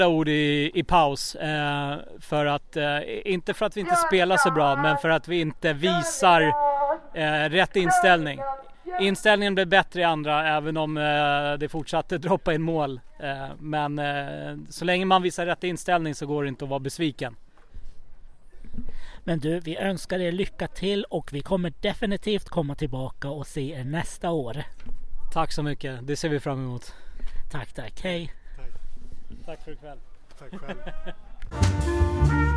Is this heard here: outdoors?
yes